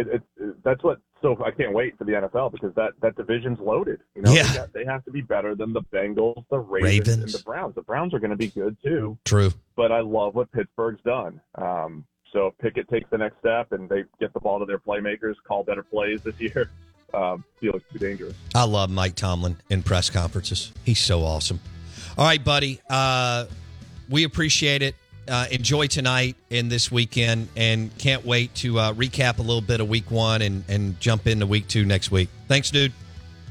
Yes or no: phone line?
yes